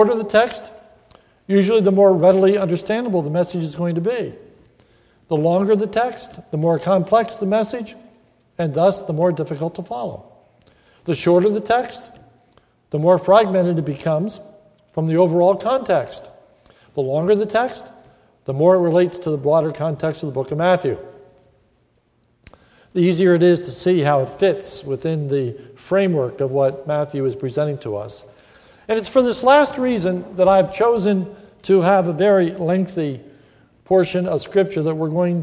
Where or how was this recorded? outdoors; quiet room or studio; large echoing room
large echoing room